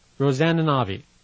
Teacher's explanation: And is pronounced n